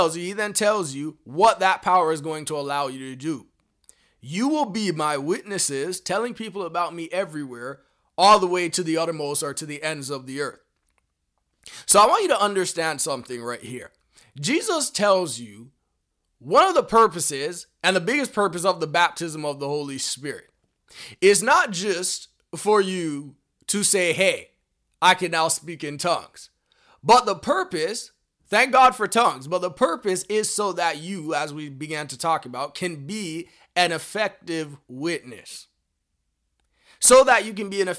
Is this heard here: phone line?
no